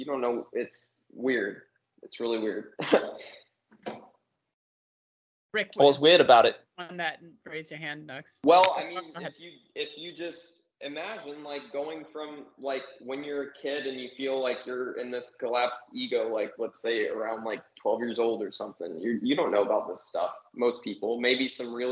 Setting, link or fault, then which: link, video call